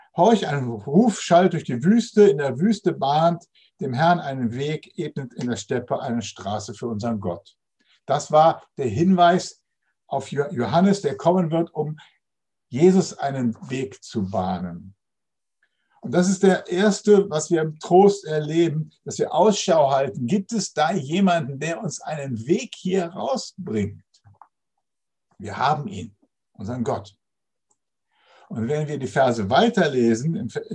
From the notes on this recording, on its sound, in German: Zoom - Gottesdienst.